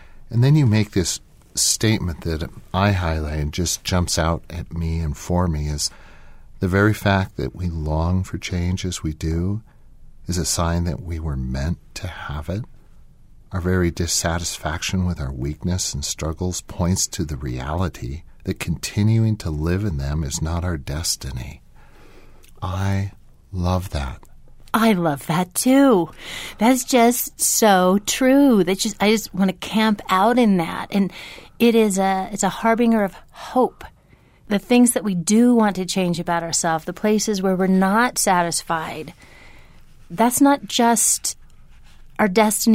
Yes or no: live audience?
no